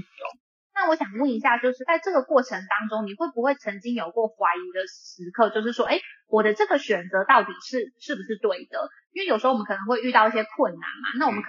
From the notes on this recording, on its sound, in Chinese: 因疫情關係遠端錄音，追求完美音質者可以不要聽沒關係。